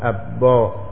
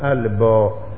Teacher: لابد من إظهار اللام والإدغام غير جائز · Shown in: second take